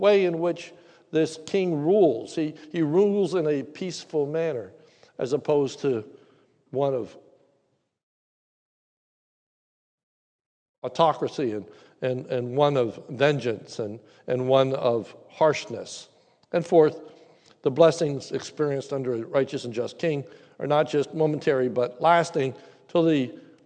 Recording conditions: large echoing room